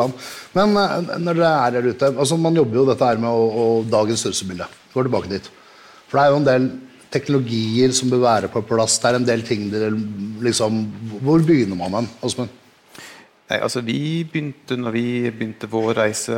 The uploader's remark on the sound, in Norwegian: Live fra Kristiansand. Ukens episode er en liveutgave fra Kristiansand.